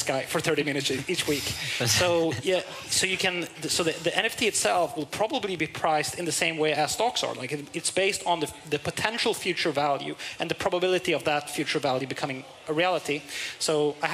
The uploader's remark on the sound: Live at Stockholm Fotografiska